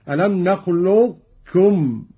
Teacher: ألم نخلقكم من ماء مهين، في كلمة نخلقكم وجهان لجميع القراء، الإدغام الكامل كاف مشددة ألم نخلقكم، أو الإدغام الناقص مع إبقاء صفة الاستعلاء على القاف بدون قلقلة